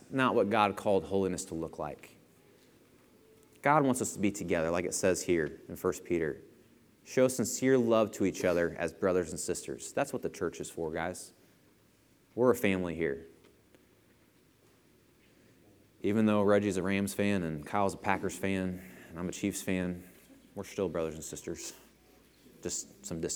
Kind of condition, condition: setting, large echoing room